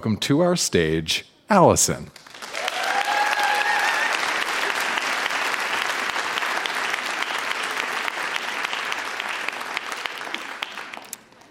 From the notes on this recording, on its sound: Recorded live at the Arden Theatre in St.